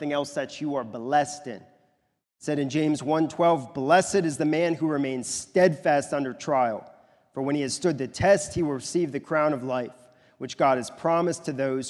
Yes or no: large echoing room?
yes